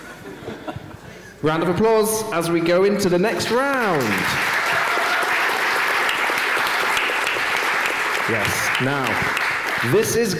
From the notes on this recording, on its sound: live on stage at GopherCon Europe 2022